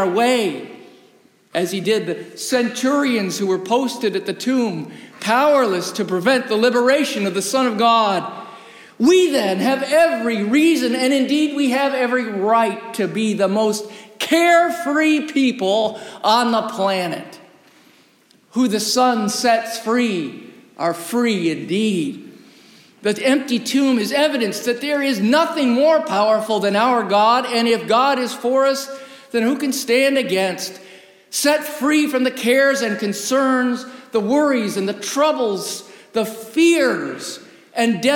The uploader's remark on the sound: Recorded live in the historic, 317-year-old sanctuary of (Old) Rehoboth Presbyterian Church, the "Birthplace of American Presbyterianism".